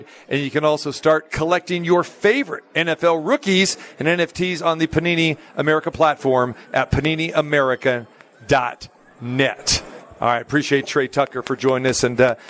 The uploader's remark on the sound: Live from the Super Book at Westgate Las Vegas.